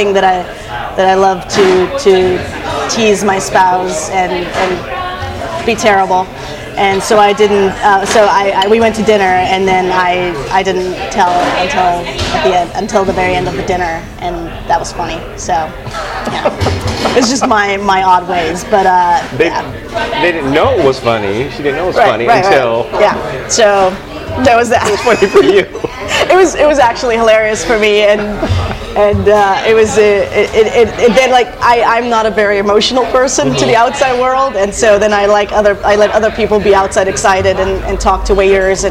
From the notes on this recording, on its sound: This episode was recorded live